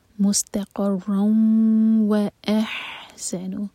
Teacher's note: تو جب بھی ہم ادغام غنہ کے ساتھ کریں تو میک شیور کہ دو سیکنڈز کا ٹائم دیں اور ناک میں آواز لی جائیں